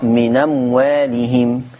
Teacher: ان انا بشيل الهمزة وباخد الحركة بتاعتها بحطها على الحرف الساكن اللي قبلها · Term: النقل